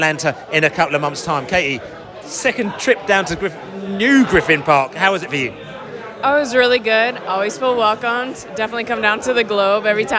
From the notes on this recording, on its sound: Post-Match Podcast from the Stands. In the Globe after the match.